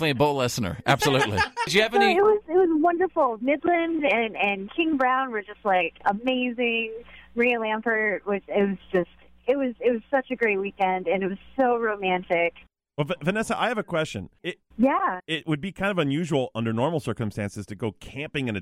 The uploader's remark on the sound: They called in this morning